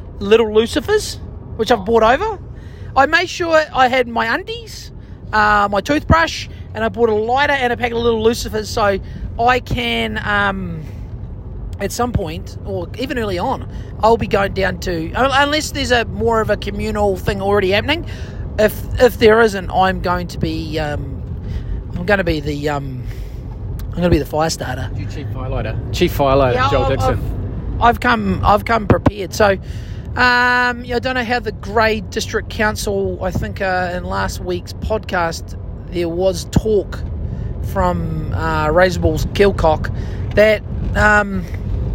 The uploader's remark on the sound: We recorded it in the car on our way there.